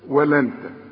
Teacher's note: ولن ترضى، عندك نون وبعدها تاء، والتاء من حروف الإخفاء، يبقى هنا بخفي وبغن، واحنا خدنا حروف الاخفاء والغنات والحاجات دي كلها، وارجع للشرايط وشوف. ولن ترضى، التاء هنا ما تطلعهاش طاء